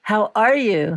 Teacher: I'm emphasizing each word because I am asking more than what it used to be as a greeting. So I'm enunciating each syllable a little more.